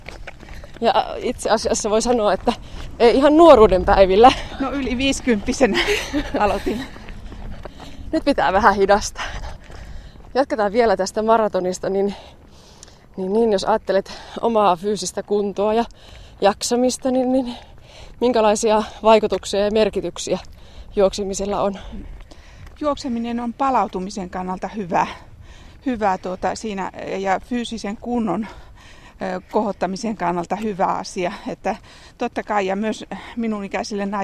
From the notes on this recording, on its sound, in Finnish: lähti lenkille